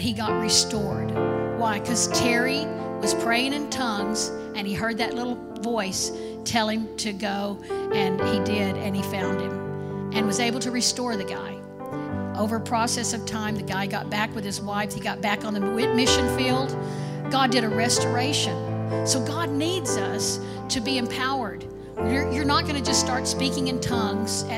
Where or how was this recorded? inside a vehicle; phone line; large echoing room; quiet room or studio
large echoing room